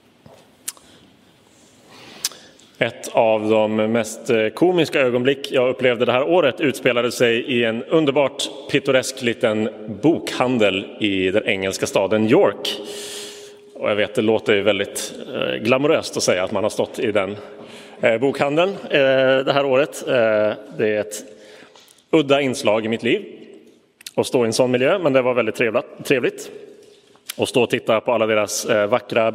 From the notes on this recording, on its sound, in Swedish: Inspelad i Roseniuskyrkan den 6 november 2022.